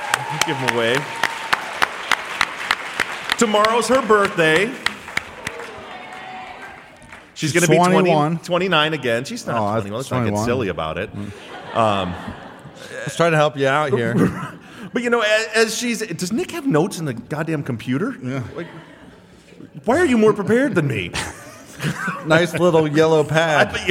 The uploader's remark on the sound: LIVE from Austin, Texas!